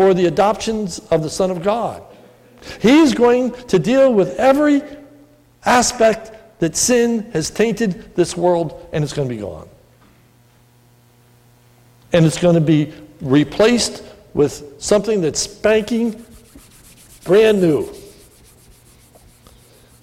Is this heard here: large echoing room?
yes